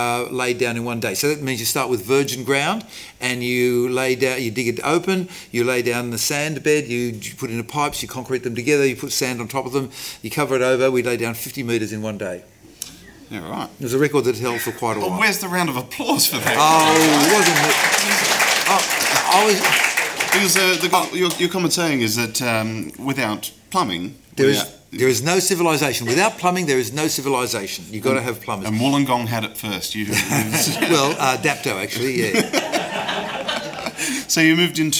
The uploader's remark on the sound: Live audio recording from #Skepticon 2017 held in Sydney.